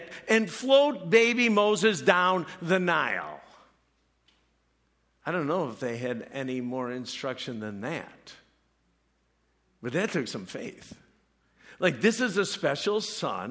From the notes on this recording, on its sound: preached this message at CrossPoint Church